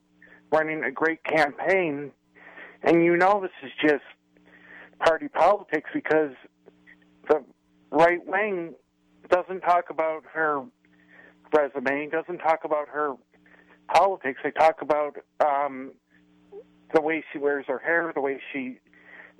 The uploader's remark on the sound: joined by callers